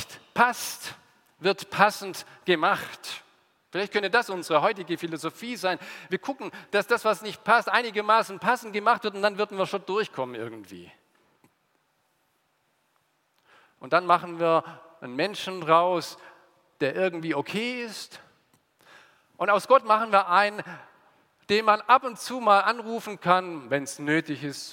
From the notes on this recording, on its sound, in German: aus dem Gottesdienst der Liebenzeller Mission